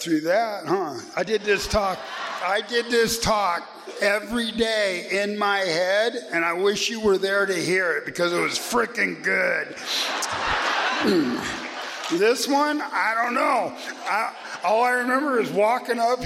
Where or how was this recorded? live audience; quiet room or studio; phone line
live audience